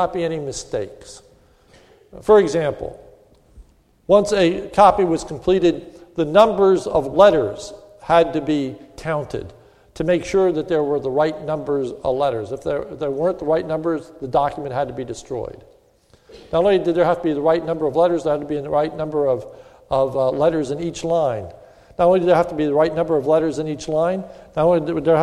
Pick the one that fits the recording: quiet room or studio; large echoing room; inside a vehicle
large echoing room